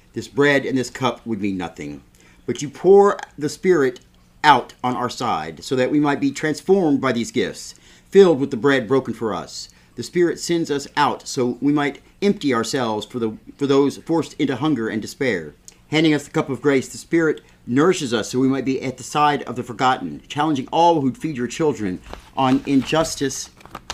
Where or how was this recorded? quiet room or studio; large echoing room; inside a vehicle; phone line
large echoing room